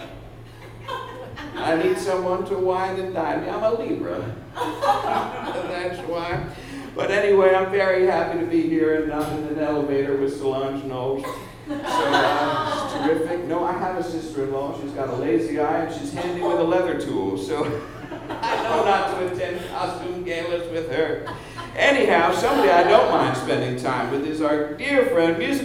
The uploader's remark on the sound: Special live episode, recorded on May 14, 2014 at The PIT in NYC.